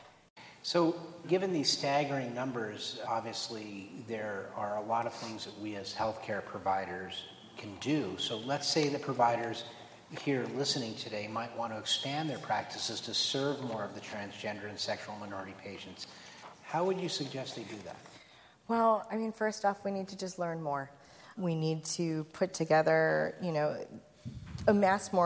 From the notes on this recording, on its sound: At a recent live event recorded in Chicago